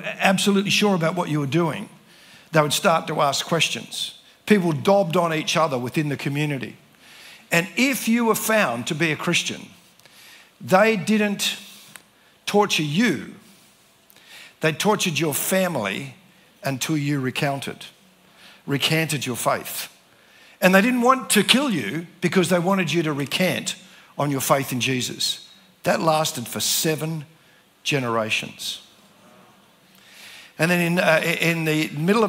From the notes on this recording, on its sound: spoke at the CRC National Conference in 2023 held at Diggerland Church in Redcliffe Victoria